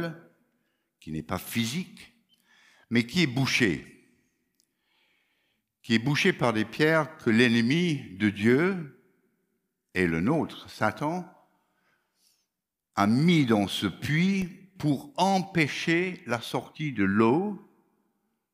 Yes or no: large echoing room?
yes